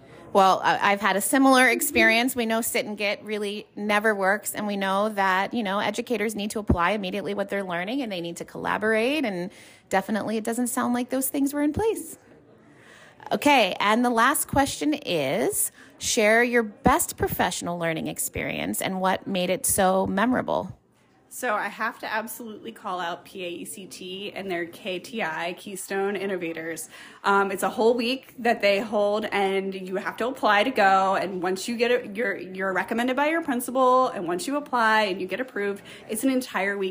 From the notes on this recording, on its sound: While at the conference I took the opportunity to interview 4 random attendees about their conference highlights. Being put on the spot in the conference venue’s hallway.